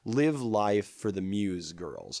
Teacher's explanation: play with this pattern of two stressed syllables and then two unstressed syllables